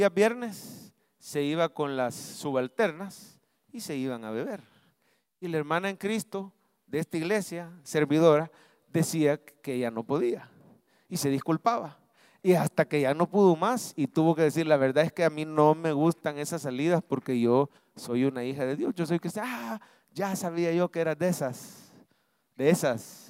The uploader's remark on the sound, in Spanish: Mensaje predicado en vivo desde el Centro Familiar de Adoración CEFADCHURCH, julio 2023.